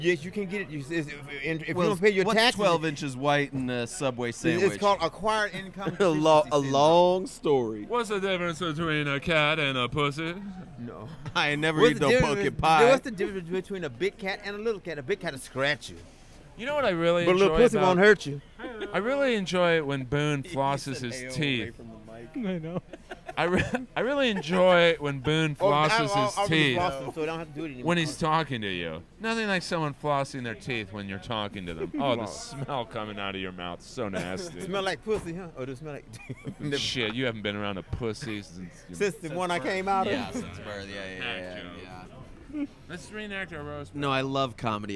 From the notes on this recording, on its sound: Recorded Mondays at The World Famous Comedy Store.